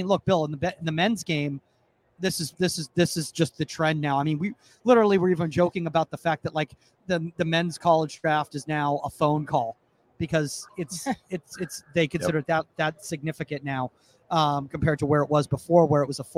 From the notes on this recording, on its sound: Live From Convention. Meet US in Exhibit Hall D On Media Row! We are Live At The NWSL Draft in Anaheim CA.